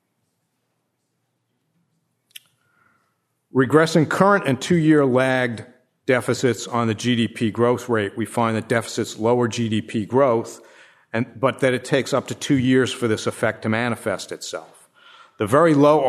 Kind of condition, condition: setting, live audience